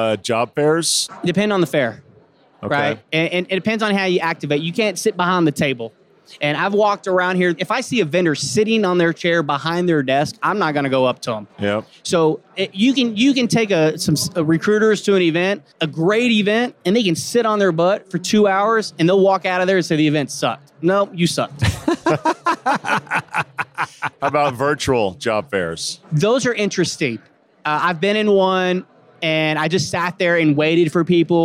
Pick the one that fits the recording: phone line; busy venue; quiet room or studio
busy venue